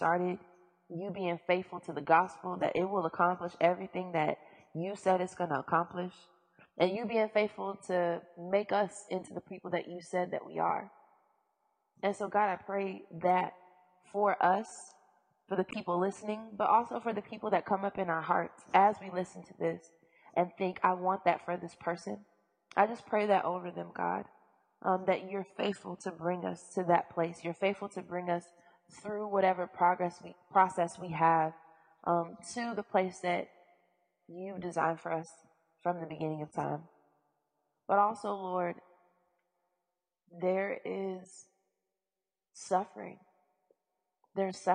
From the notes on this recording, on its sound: What it doesn't contain, however, is flawless audio quality, but I've listened to much worse